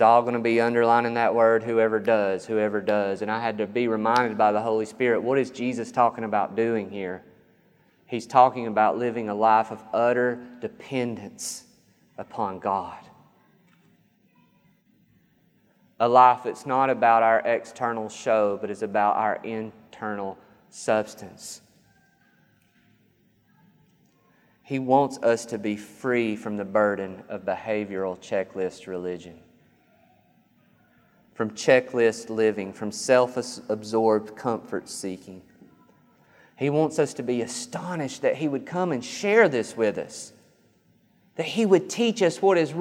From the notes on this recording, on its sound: This sermon was recorded on August 15th, 2021 at Matthew's Table Church in Cleveland, TN